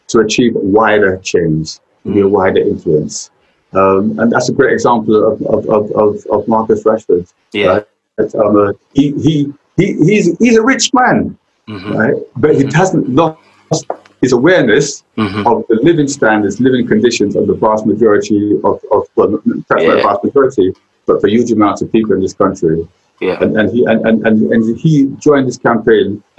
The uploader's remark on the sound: Covid-19 social distancing measures meant we had to have this conversation over Zoom.